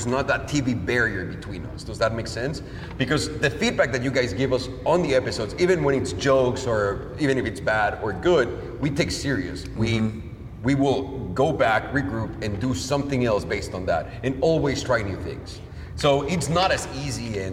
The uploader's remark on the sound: We hosted a live event, podcast, and Q&amp;A session with a small group of pro subscribers. We hosted a live event, podcast, and Q&A session with a small group of pro subscribers.